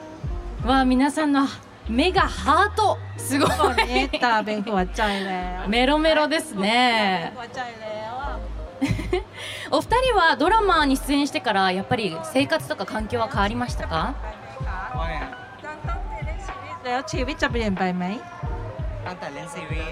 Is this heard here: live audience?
yes